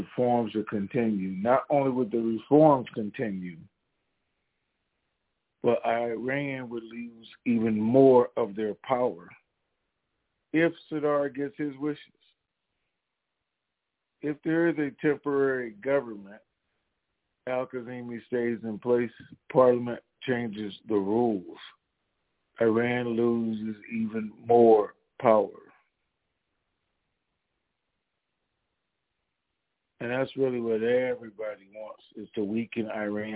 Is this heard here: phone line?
yes